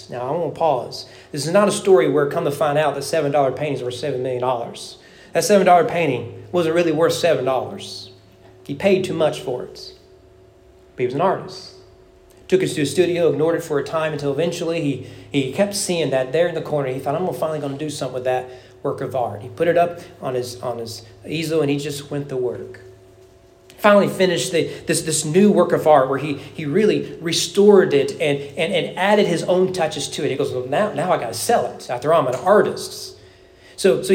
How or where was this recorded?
large echoing room